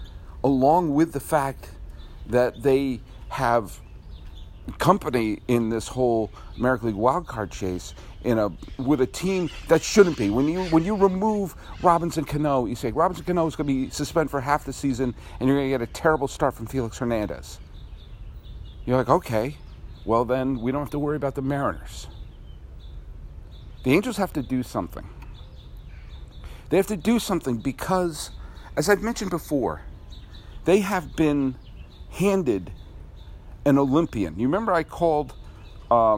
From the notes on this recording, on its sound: Recorded at Robinson Stadium at Pasadena City College.